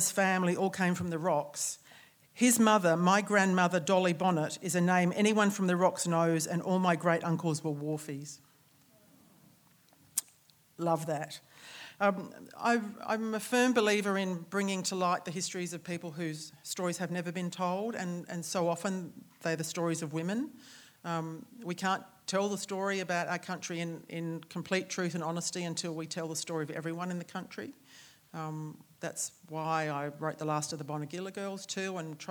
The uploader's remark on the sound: On 10 September 2020 we welcomed the public back to the Marion Cultural Centre for our first in person author event since the beginning of the year. This recording of our live event.